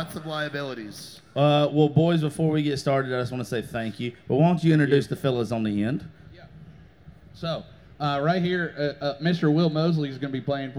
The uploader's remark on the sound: Live At The FloraBama.